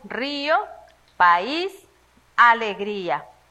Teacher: Vocales separadas en sílabas distintas. · Term: hiatos